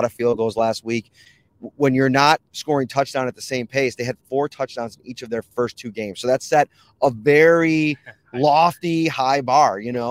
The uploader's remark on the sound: taped this week's preview podcast from the back of a JEEP rental car on the 403 in Canada